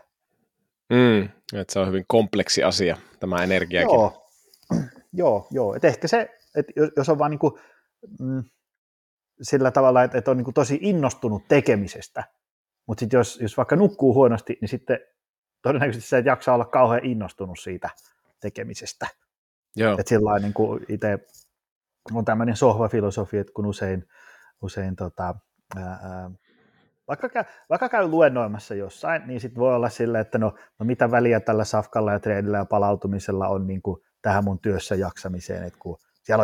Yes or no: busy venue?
no